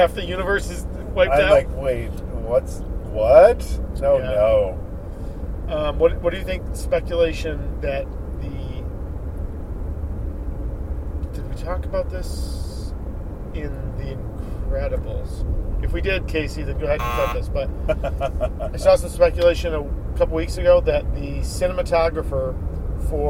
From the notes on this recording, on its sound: As they drive to Brooklyn. Road Trip to BAM.